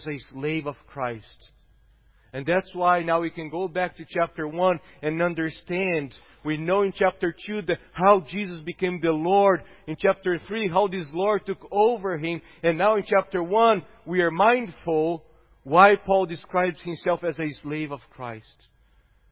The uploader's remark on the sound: at Gracious Cross Reformed Church Salem